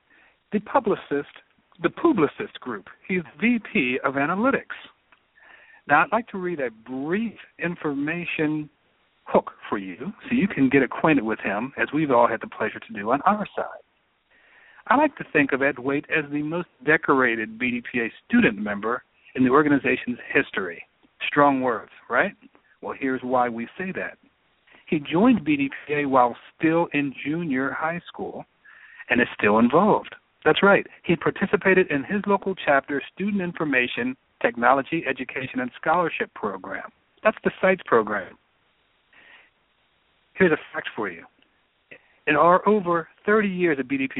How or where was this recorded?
phone line